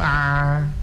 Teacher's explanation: ha itu tersempit tenggorokan